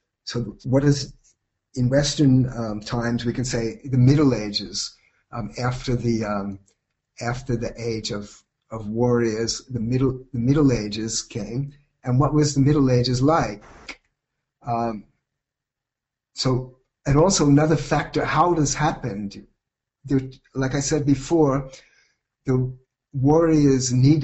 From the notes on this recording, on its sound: This is a lecture (originally delivered as a webinar)